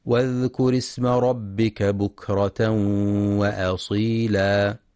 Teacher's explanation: ينتبه القارئ لهمزة الوصل فهي تسقط في درج الكلام، فلا يقرأ واذكر اسم ربك بإثبات الهمز.